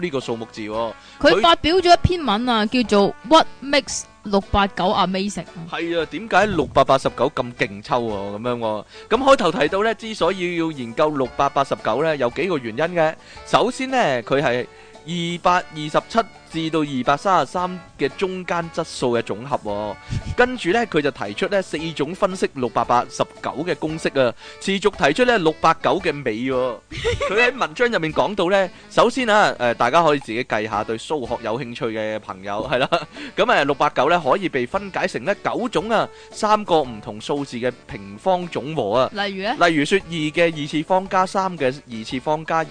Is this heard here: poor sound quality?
no